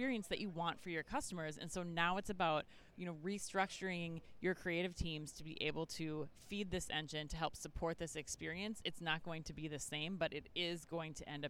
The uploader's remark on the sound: live from Shoptalk Europe in Barcelona